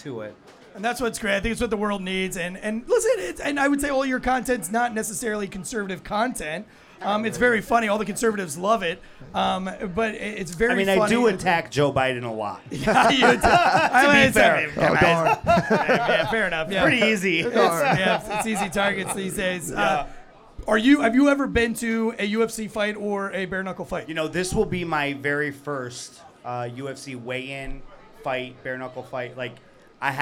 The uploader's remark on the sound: We are joining you guys LIVE this week for the big Failure to Stop Meetup & Valor Bare Knuckle fight event.